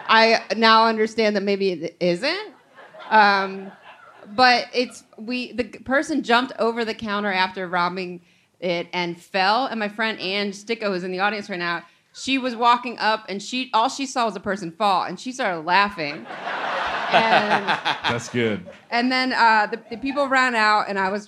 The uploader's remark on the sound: Recorded live at Punch Line Philly on Sept 5th, 2019.